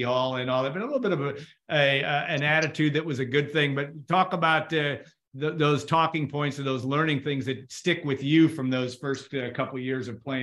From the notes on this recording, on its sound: This Zoom cast.